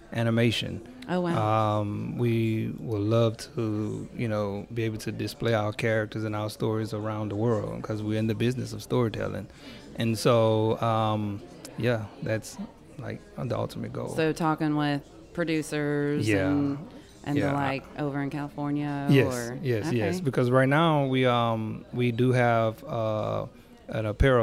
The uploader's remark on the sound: The show was recorded live over lunch at Mansurs on the Boulevard